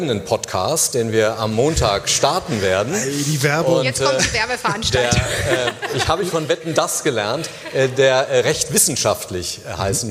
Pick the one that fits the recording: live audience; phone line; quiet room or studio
live audience